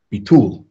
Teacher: The emphasis on the second syllable, or on the last syllable.